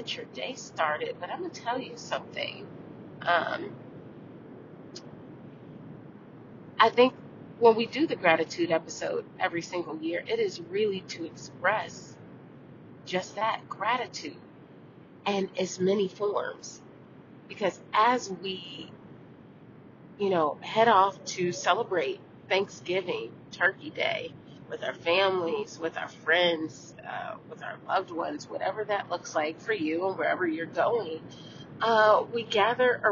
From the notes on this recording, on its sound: On the road. She is in the car, recording.